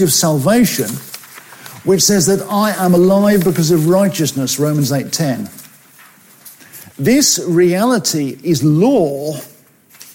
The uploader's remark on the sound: At FWS 2021. From 2021's Fellowship of Word and Spirit Conference, "Refresh - renewing our passion for godliness".